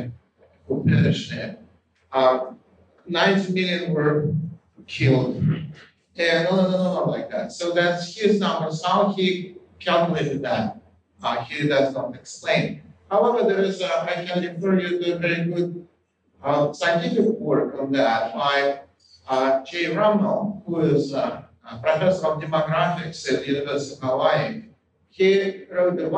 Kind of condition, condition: fault, poor sound quality